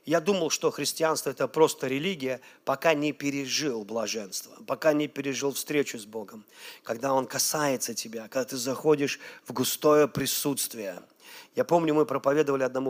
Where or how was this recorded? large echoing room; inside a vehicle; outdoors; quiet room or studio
large echoing room